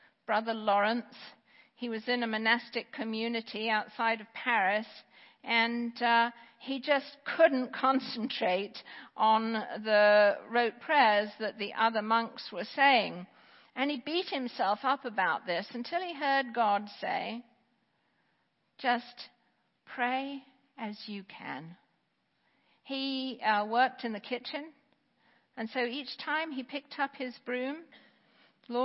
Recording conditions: large echoing room